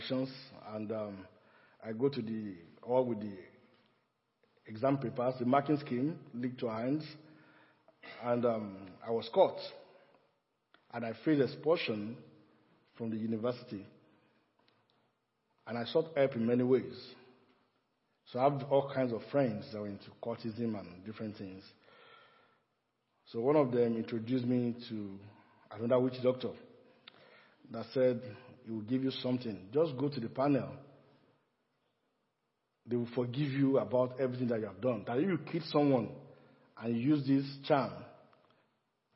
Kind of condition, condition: setting, large echoing room